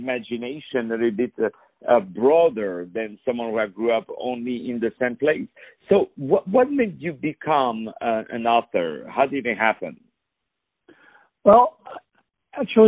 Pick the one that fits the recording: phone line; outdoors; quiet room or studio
phone line